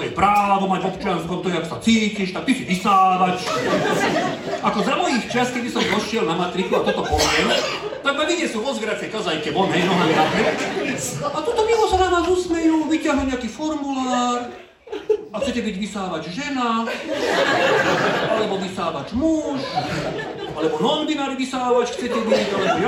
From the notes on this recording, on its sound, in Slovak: LIVE Špeciál. Špeciálna epizóda z LIVE vystúpenia.